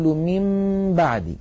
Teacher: نطبق الشفتين على الميم وعلى الباء إطباقة واحدة من غير أن تتحول الميم إلى باء · Term: الإخفاء